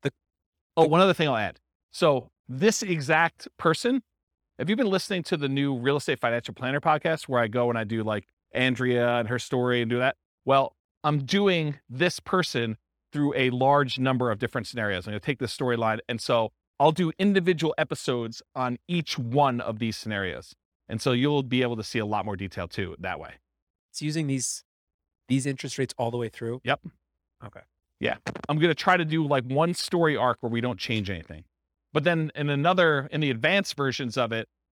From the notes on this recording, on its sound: This was a live class recorded